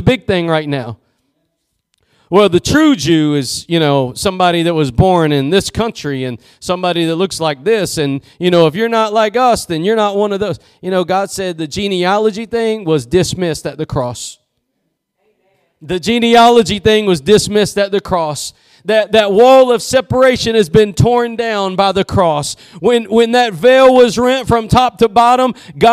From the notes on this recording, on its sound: Preached at Gospel Lighthouse in Bossier City, La.